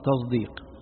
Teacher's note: يلفظان بالصاد مشمومة زايا، يعني يقرؤون تصديق، وهذا على كل حال المصنف كما تلاحظون